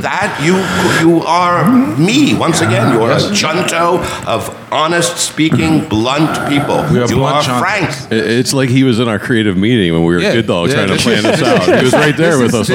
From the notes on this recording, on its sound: As part of the Philadelphia Podcast Festival. At the National Liberty Museum for our first-ever recording in front of a live audience.